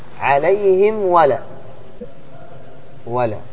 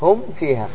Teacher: أن تنطق بالميم الساكنة من دون غنة · Term: الإظهار